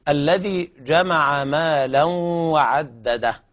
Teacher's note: إدغام التنوين في الواو من كلمتين، وهذا إدغام ناقص بغنة